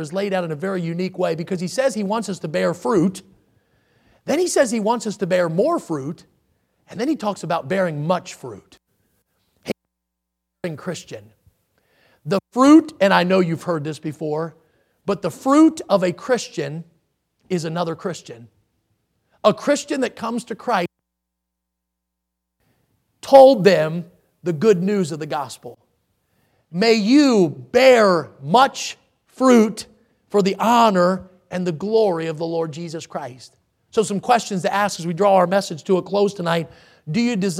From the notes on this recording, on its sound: in the Sunday Evening Service on October 30, 2022, at Victory Baptist Church in Boonsboro, Maryland